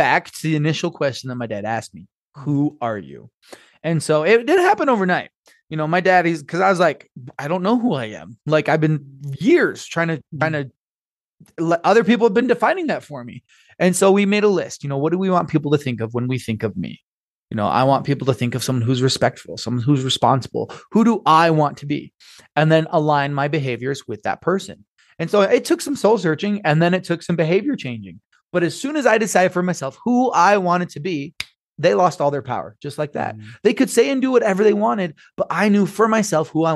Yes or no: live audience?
no